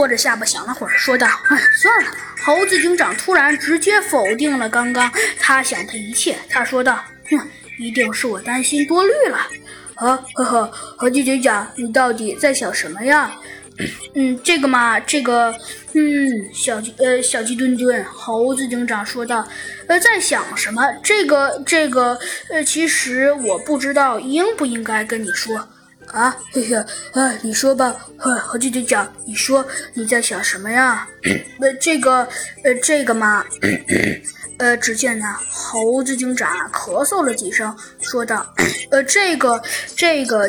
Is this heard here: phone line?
no